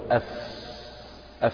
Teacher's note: فأنت مش معتمد اعتماد قوي بحيث يحبس الهواء ويمنعه، لا، الاعتماد ضعيف فسمح للهواء بالخروج، تقول أف أف، النفس ده اللي تشوفه طالع الهواء اللي خارج هذا مع الفاء هذا هو الهمس.